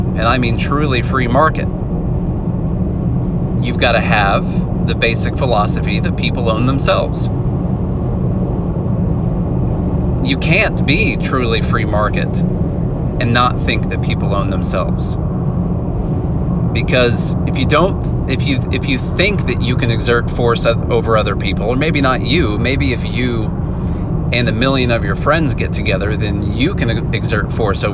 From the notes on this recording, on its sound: Sorry about the audio quality- I’m traveling and you get all the road noise in the background!